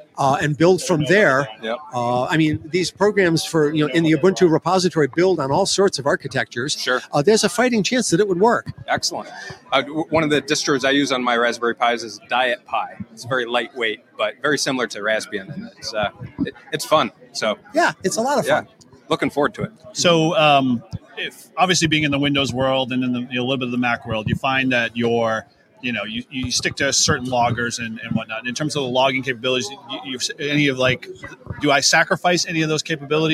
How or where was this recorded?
busy venue